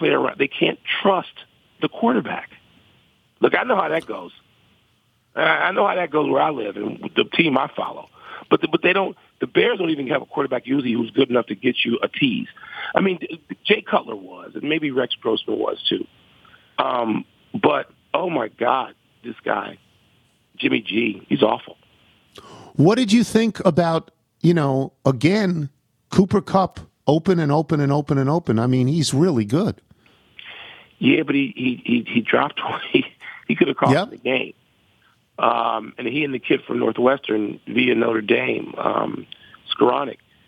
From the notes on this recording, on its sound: Calls in to give his thoughts on the Bengals and Rams moving on the the Super Bowl. Phones.